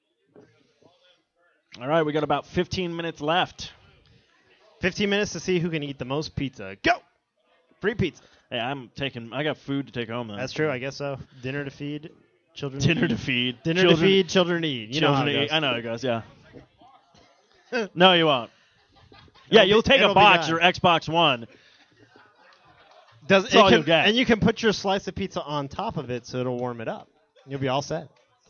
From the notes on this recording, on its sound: This week’s show is the recording of the Bro’s LIVE Remote event at Gamestop for the release party of the latest next-gen console from Microsoft… the Xbox One!